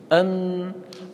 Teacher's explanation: الميم تخرج من بين الشفتين. أم مخرجها بانطباق الشفتين.